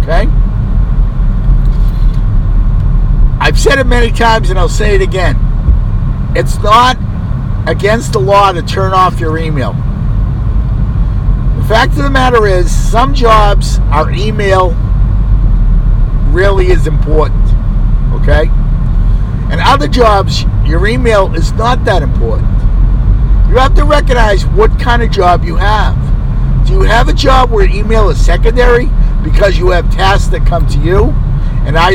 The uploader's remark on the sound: You may get some extra background noise here.